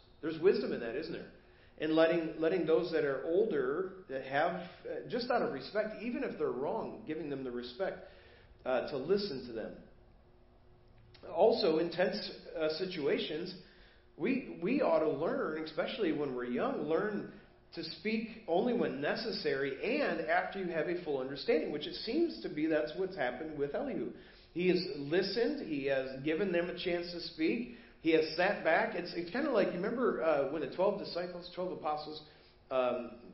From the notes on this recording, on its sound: Preached at First Baptist Church of Hazel Park